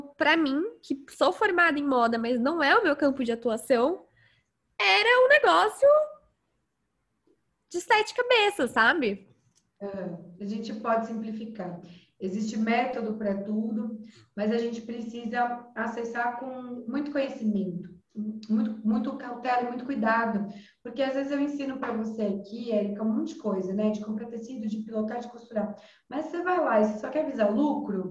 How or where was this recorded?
video call